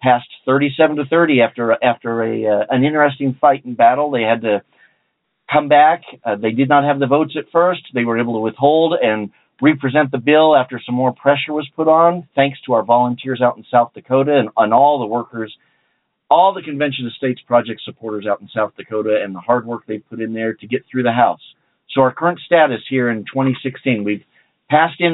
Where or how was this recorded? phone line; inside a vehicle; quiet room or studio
phone line